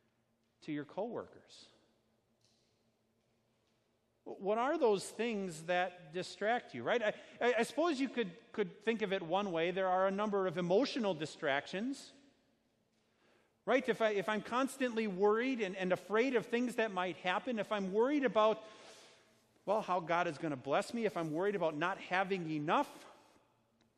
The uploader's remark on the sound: Sermon preached at Our Savior Lutheran Church in Birmingham, AL, on Sunday, October 6, 2019.